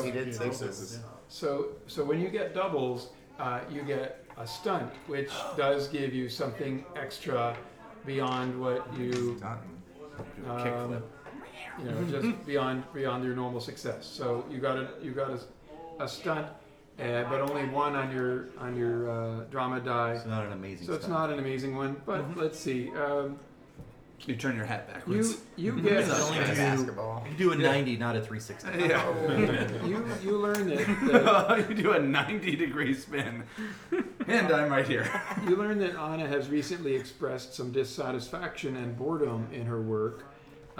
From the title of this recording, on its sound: Live from CondoCon